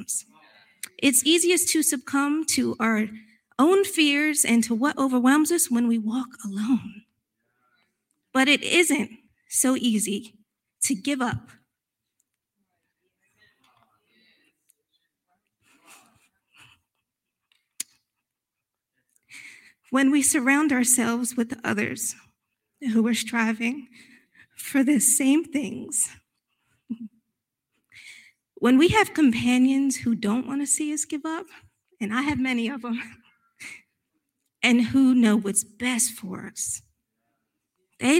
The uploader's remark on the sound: recorded live on March 13th, 2022 at Newark United Pentecostal Church.